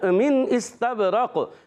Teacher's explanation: سین کو ظاہر کریں گے سیٹی کے ساتھ، اس سیٹی نکالیں گے.